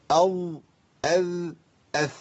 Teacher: الذال والظاء والثاء حروف ثلاثة تخرج من طرف اللسان مع أطراف الثنايا العليا من الداخل، بلاش من الداخل دي، مع أطراف الثنايا العليا.